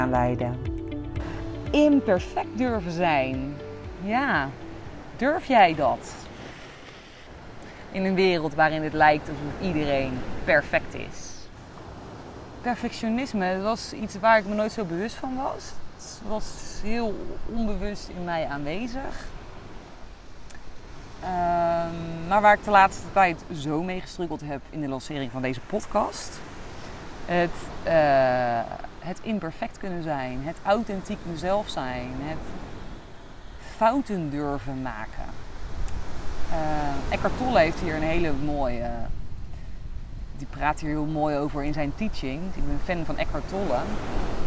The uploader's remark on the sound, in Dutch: opgenomen op het strand in Koh Phangan Thailand